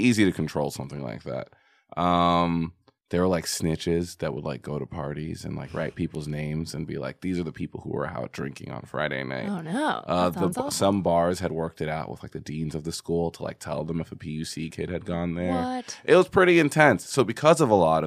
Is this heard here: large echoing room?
no